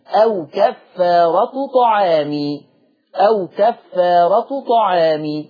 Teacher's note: طب وعلى رواية ورش ضمت التاء، التاء مضمومة بس من غير تنوين، أو كفارة وكسر الميم طعامي، أو كفارة طعامي، أو كفارة طعامي.